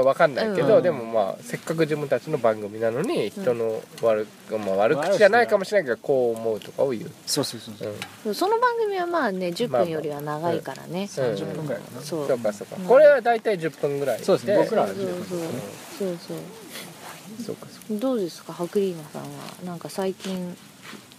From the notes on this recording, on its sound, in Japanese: 本栖湖で月夜に照らされ、富士山を見ながらの収録です。